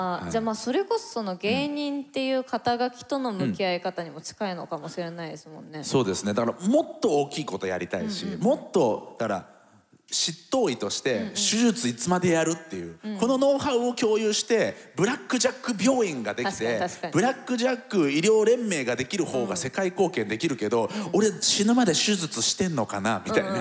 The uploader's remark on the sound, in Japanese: TOKYO FMの番組「マスメディアン 妄想の泉」。番組初となる公開収録の後編をお届けしました。